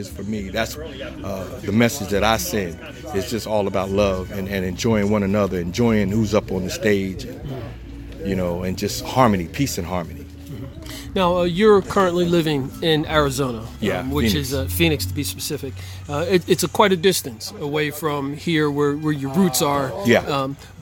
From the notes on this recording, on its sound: before his performance in Trenton NJ at the Battle Of The Bands Event